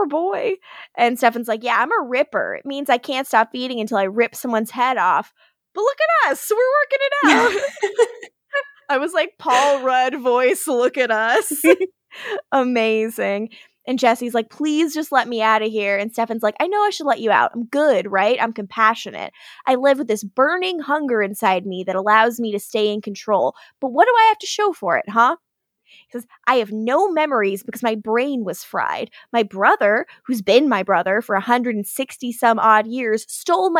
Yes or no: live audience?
no